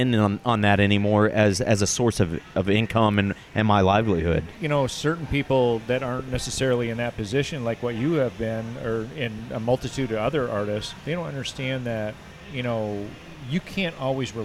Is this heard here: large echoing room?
no